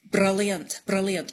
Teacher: it's like a rolled R, but it's like one instead of many, many all in a row · Term: tapped R